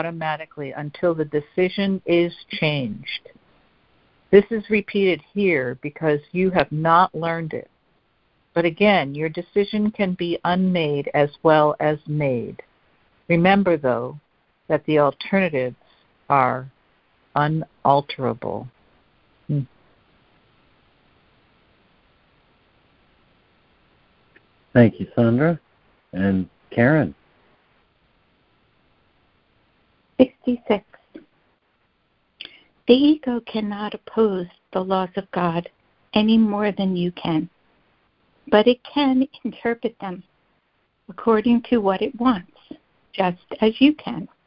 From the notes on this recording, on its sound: ACIM Daily Conference Call